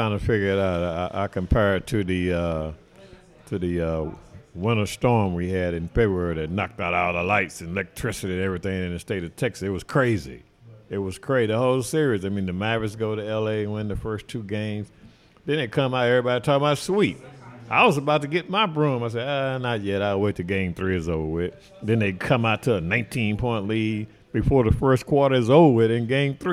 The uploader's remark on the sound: Thank you to Gus's Fried Chicken for allowing us to record in their restaurant!